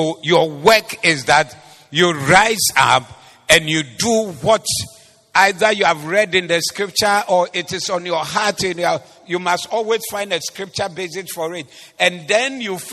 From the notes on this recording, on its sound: Preached at the Doxa Service